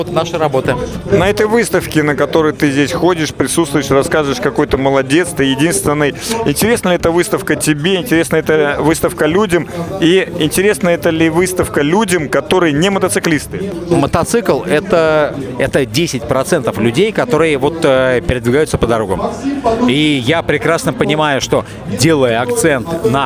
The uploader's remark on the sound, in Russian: Выставка "Поехали 2022". Записано в мобильной студии радиостанции с 2 по 4 декабря в Экспоцентре на Красной Пресне (Москва).